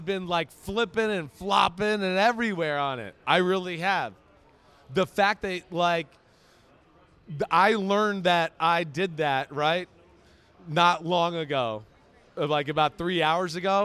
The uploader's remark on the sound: Vegas Live Audience.